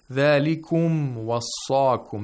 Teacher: The meme is pronounced with ilhar, the first meme.